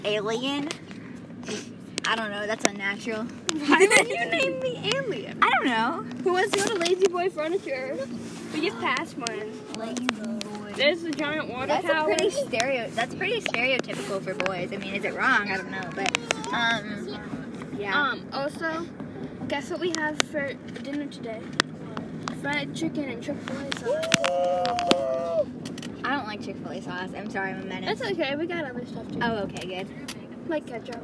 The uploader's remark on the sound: In the car.